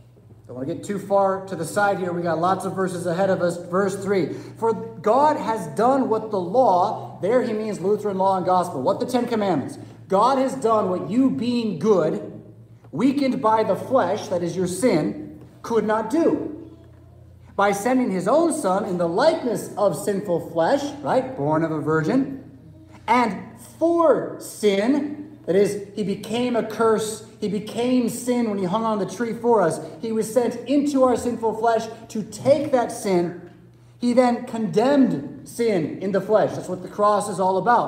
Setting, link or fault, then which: setting, large echoing room